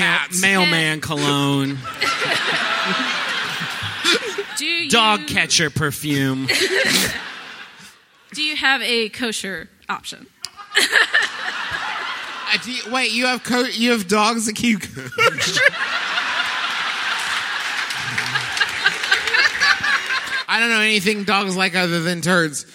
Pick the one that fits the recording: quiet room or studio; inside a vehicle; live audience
live audience